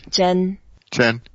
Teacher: It's the first tone, and we can take our time, make it a bit longer if you want.